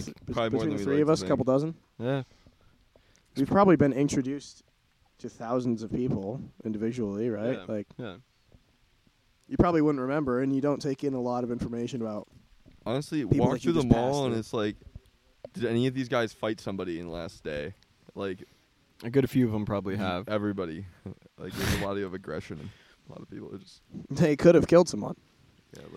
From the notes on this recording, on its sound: The boys tried to drunkenly record an episode, but the weather didn't agree for long, so enjoy this short of the lads hanging out in the rain.